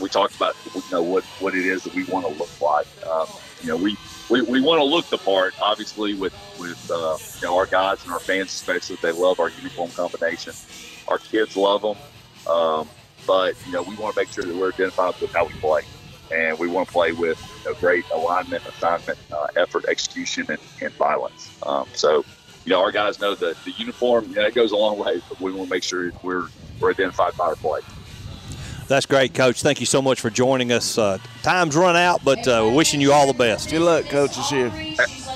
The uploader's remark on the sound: Live at Mud Volleyball for a Cure